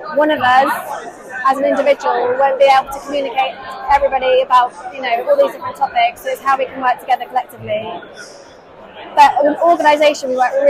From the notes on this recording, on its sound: FYI The Blue Earth Summit was incredibly busy! There is back ground noise but hopefully you will take away something from the mini podcasts we managed to record.